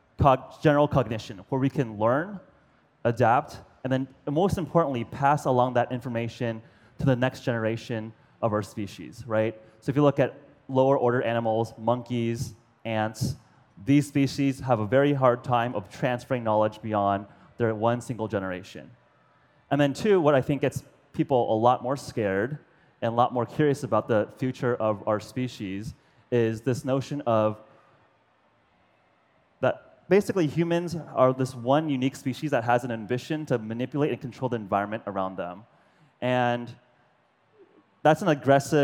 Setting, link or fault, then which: setting, live audience